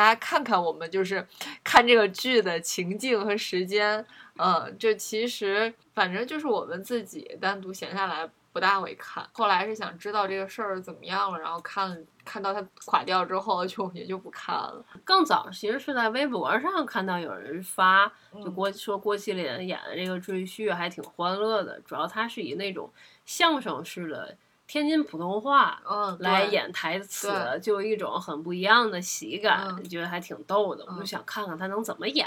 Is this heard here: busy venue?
no